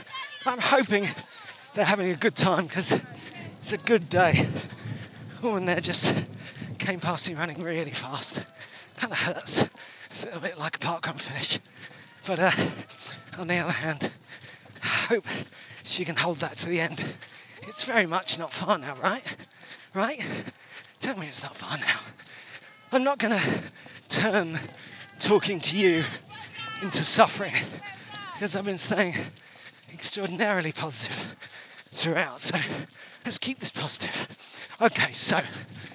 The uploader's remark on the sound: live and direct from the 2023 Brighton Marathon